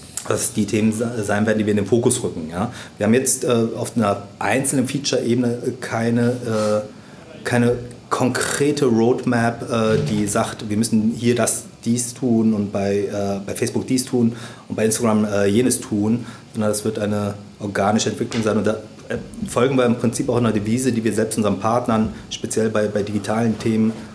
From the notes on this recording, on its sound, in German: Beim OMR Festival in Hamburg